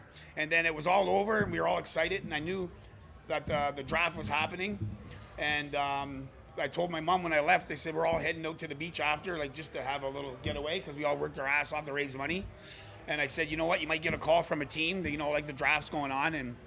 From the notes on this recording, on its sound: Live taping at The Locker Room Studio at Bottomline Sports Bar